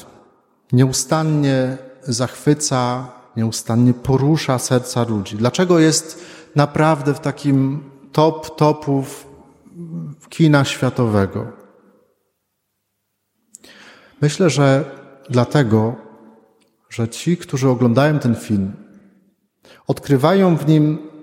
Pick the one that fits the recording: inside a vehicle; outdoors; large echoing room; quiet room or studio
large echoing room